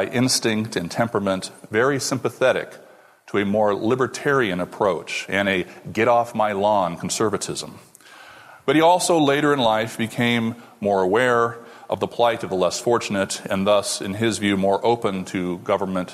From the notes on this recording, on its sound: This lecture took place at the Acton Institute for the Study of Religion and Liberty in Grand Rapids, Michigan.